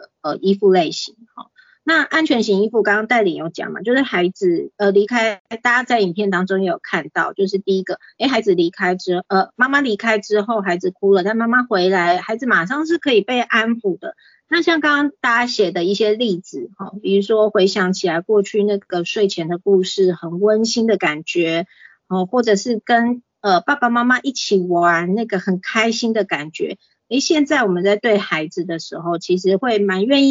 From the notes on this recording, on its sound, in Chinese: 講座錄音。此為線上課程錄音檔。